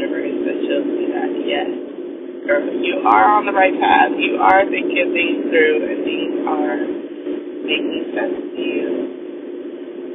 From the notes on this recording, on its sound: the sound is turrrible